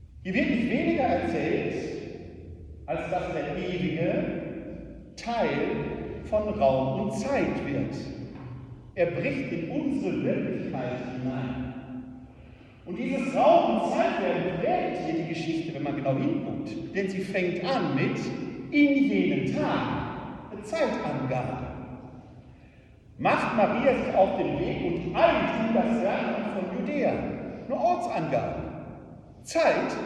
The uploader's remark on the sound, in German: Mitschnitt vom 1.12.2023. Wir bitten, die schlechte Tonqualität zu entschuldigen.